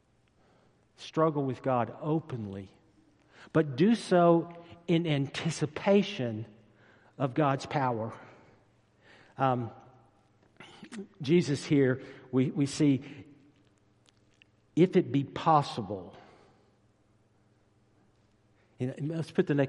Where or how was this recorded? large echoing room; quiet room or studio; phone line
large echoing room